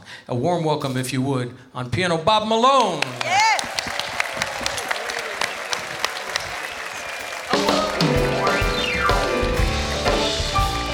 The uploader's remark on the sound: Live at the South Point Casino